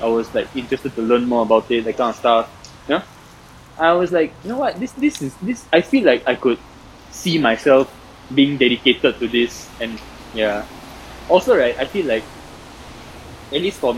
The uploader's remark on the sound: First podcast that we recorded at a void deck with our iPhones, hence the audio quality.